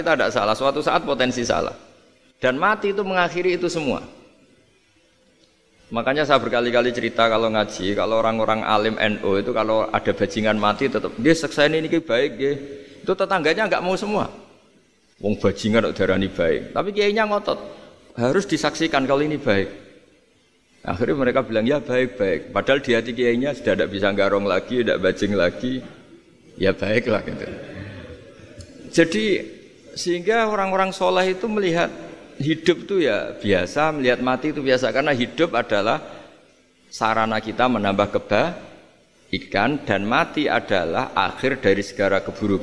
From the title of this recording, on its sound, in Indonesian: Ngaji di RSUD dr. Soetrasno Rembang HUT ke 66, 13 Februari 2021